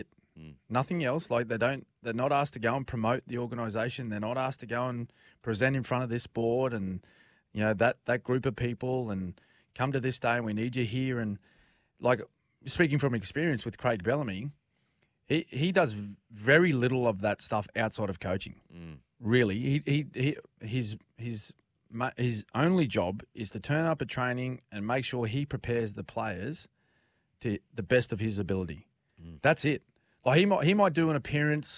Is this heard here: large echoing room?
no